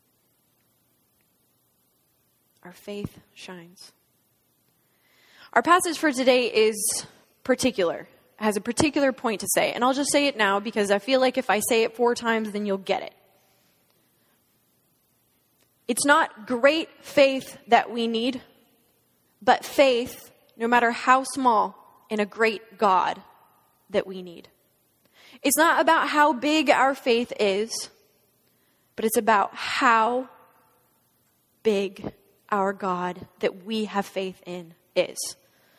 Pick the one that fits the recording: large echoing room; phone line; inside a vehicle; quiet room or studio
large echoing room